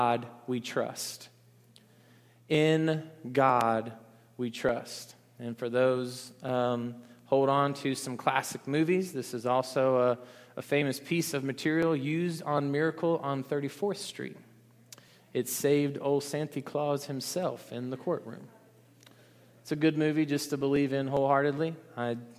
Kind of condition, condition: setting, large echoing room